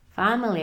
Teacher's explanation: A ten zvuk je takový otevřený, že vlastně zní, že je delší.